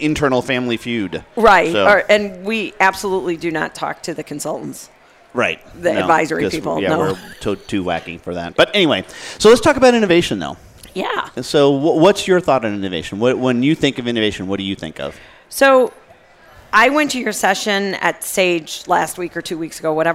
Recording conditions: busy venue